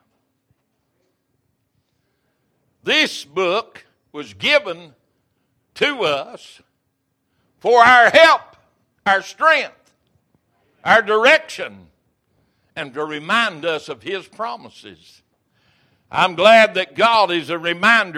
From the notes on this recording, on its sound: Recorded January 11, 2023 - Wednesday Evening Service.